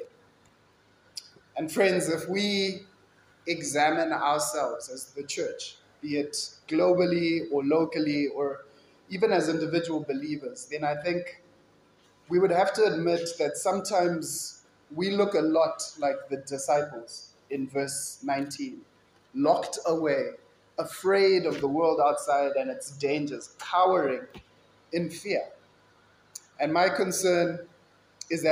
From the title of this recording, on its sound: Kingsmead Chapel Sunday Sermon